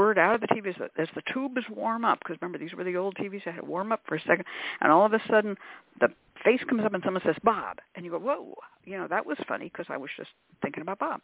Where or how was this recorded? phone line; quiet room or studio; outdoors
phone line